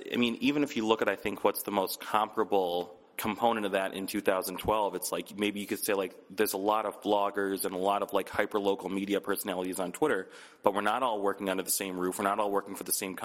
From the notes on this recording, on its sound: In an interview recorded at Challengers Comics + Conversation